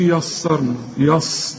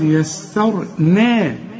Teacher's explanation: ولقد، شوف ولقد يسرنا الياء هنا، وكل ياء مرققة ما تقولش يسرنا يص، لا، لأن السين دي خالصة برضو ما طعمهاش بالصاد · Shown in: second take · تقولش ولقد يسرنا، لا، ولقد يسرنا، فخم الراء بس ورقق النون بالإيه بالألف بتاعت ولقد يسرنا.